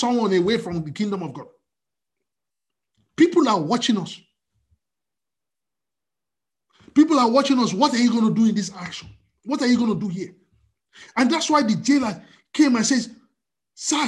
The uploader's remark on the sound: We are on Zoom now.